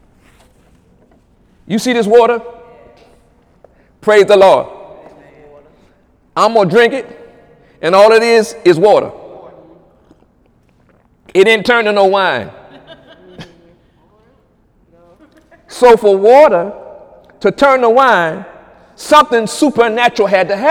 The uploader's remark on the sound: During Wednesday night service on August 23, 2017